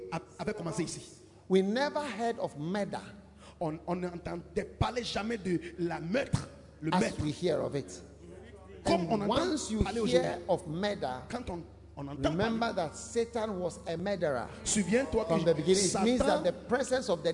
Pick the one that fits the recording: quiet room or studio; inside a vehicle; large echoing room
large echoing room